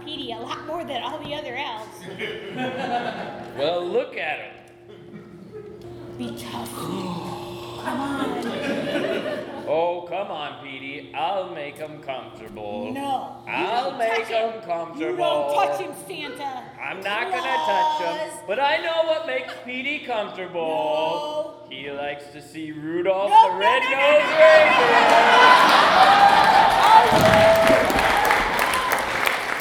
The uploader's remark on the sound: Live at The Establishment. From our beautiful home, The Establishment in The District of Rock Island, IL!